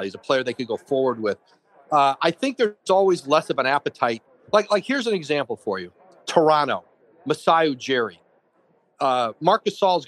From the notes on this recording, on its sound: Live from radio row in Miami